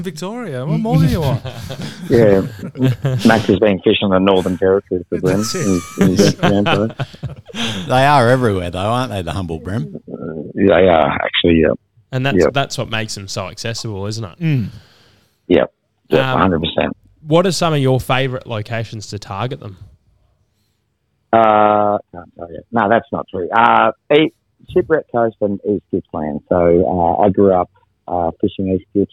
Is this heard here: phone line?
yes